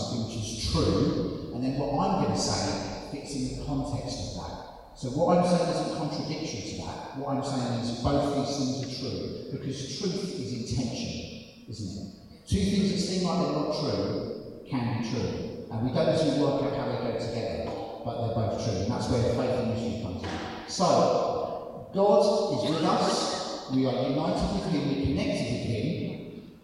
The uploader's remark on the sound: This audio is very poor quality, sorry!